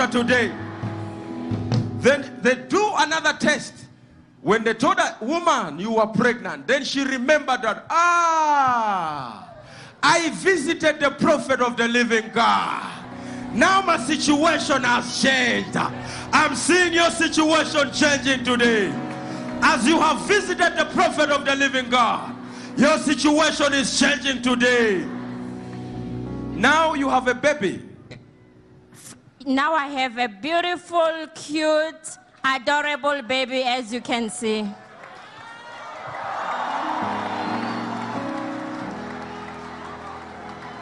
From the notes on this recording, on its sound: Sunday Live Service 21/05/17.